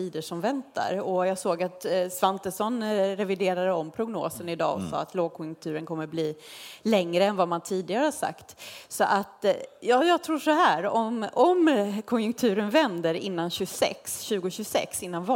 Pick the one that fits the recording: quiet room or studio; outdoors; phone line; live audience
live audience